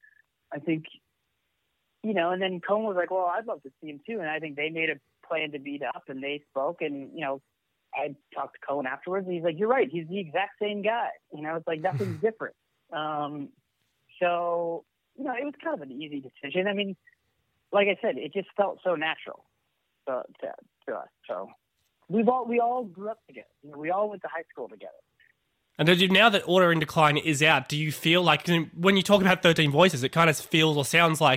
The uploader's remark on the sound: Joins 'The Green Room' podcast on the phone in LA.